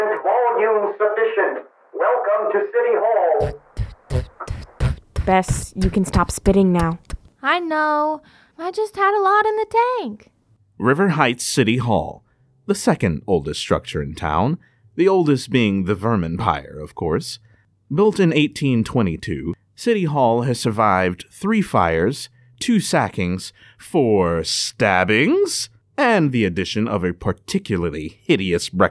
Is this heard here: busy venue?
no